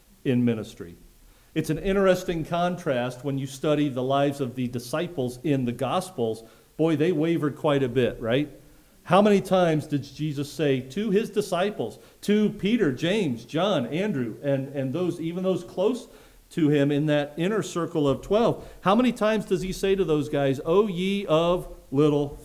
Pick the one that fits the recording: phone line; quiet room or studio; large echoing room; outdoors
large echoing room